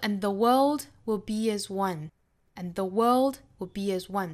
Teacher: 注意节奏，在 world 上面重读 one 这个词做重读